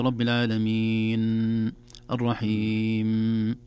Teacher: نظهر النون من الخيشوم بدون بتر لها وبدون إخفاء لها وبدون كذلك إطالة لزمنها